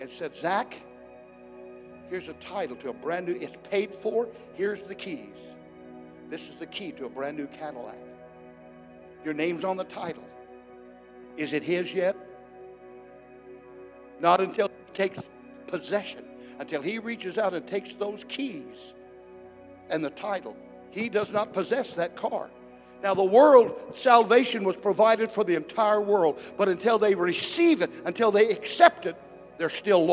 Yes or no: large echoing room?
yes